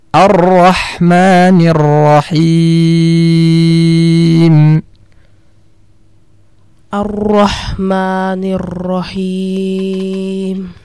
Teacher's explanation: Ketika mengucapkan ra al-maftuh, tidak perlu kita menghimpunkan bibir kita ke depan karena ra di sini dia berharakatnya fathah walaysa, dan bukan berharakat dhammah.